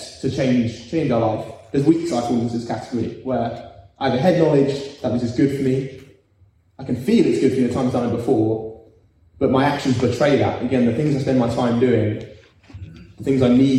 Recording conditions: live audience